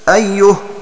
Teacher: فإذا وقف أسكن الهاء هكذا أيه وقرأ الباقون بفتح الهاء وصلا لأن الفتح ضد الضم